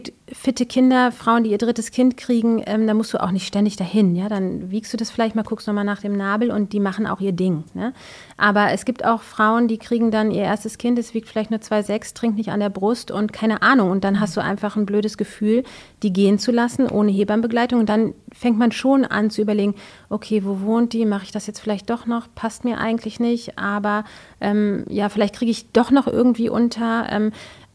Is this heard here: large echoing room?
no